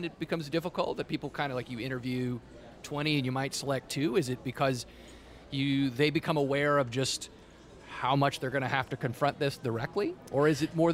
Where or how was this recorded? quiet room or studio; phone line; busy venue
busy venue